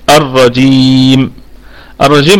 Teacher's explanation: أصبح فيها مد عارض للسكون 2 4 6، يبقى قصر وتوسط وطول. وحال الوقف طبعا نراعي سكون الميم، وهتكون في الدرجة غنة الميم في الدرجة الرابعة.